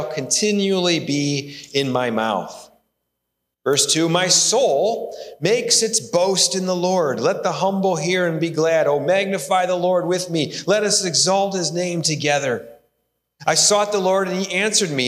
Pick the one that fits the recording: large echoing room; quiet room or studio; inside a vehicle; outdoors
large echoing room